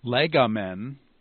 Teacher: So it's Lego, but then becomes legomen, where the antepenult is accented. And so the accent moved from the penult back to the antepenult because verbs are recessive